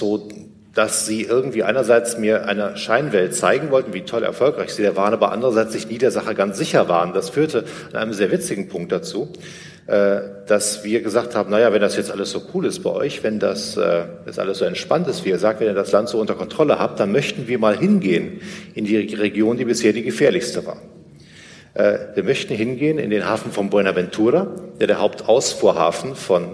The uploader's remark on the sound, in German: Live aus Düsseldorf. Ein Mitschnitt des "Unter-Freunden-Abend" in Düsseldorf.